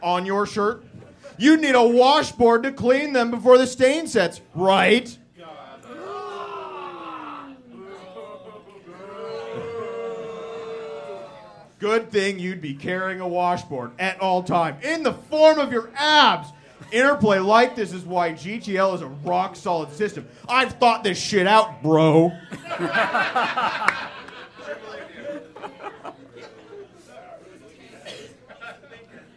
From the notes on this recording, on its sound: F Plus Live 2. In our second live show.